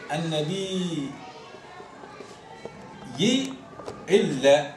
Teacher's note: تبدل الهمزة الأولى من جنس حركة ما قبلها مع المحافظة على حركتها، وتدغم الياء الأولى في الثانية فتصبح الثانية مشددة · Term: الإبدال مع الإدغام